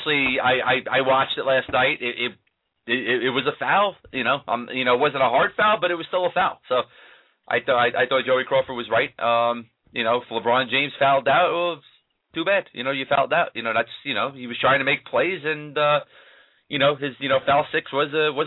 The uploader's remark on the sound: take questions from listeners via the telephone